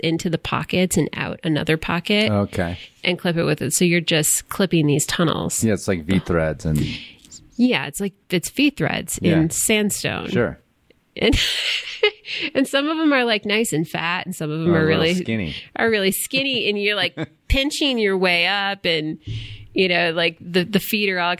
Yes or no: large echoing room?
no